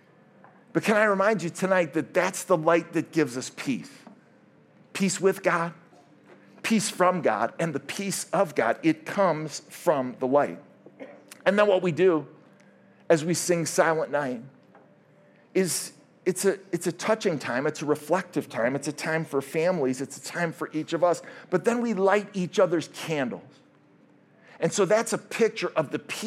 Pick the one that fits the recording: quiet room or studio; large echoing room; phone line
large echoing room